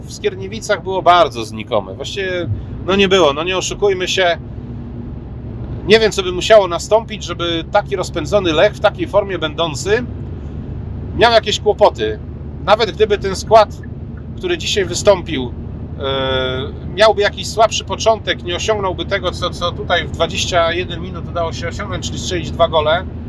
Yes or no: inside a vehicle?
yes